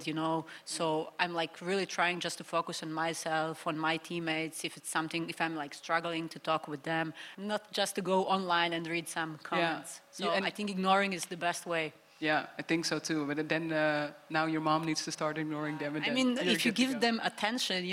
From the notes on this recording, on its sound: In this episode, recorded live in Turin, we take a look at the development of the women’s game.